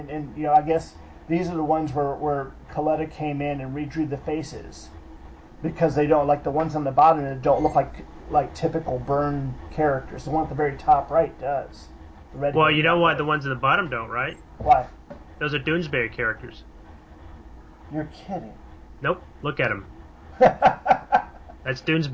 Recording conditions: background noise